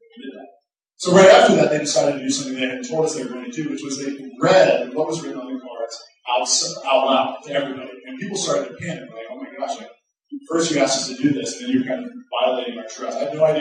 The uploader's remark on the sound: Due to technological difficulties, this week's recording doesn't have the same quality as a normal week.